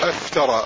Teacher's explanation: فهذا الفاء مخرجه من رؤوس الثنايا العليا مع ملاقاة باطن الشفة السفلى، أفترى. فهذا هو المخرج الأول وهو الفاء.